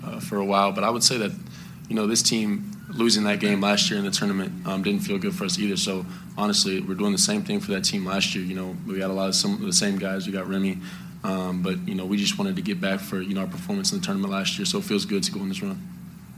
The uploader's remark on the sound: Postgame Audio From Kansas Elite Eight Win Over Miami. Hear the full post-game press conference.